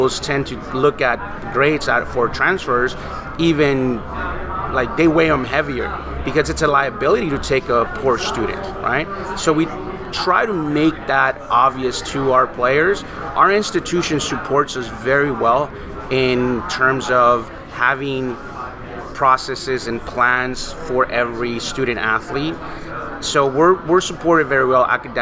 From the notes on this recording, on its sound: recorded recently on "Podcast Row" at the 2022 United Soccer Coaches Convention in Kansas City